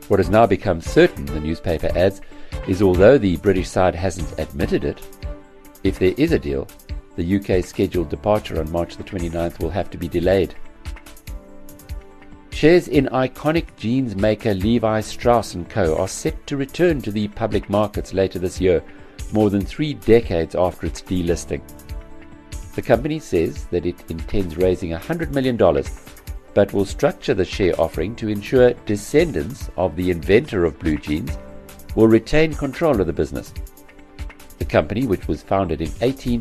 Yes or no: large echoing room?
no